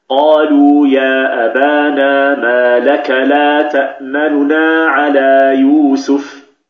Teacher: إخفاؤها هنا معناه خطف الحركة والإسراع بها حتى يذهب بعضها، خطف الحركة والإسراع بها حتى يذهب بعضها، وقدر الذاهب بالثلث، يعني أن الحركة يبقى ثلثاها ويذهب ثلثها. · Term: الاختلاس